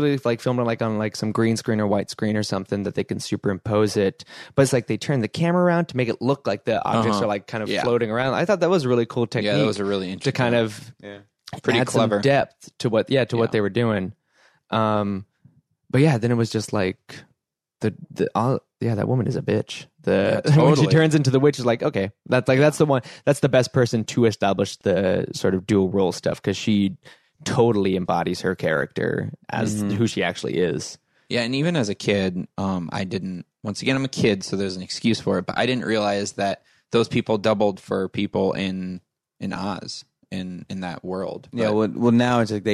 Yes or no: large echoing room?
no